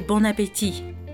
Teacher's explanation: it's actually bon appétit, like the T at the end is silent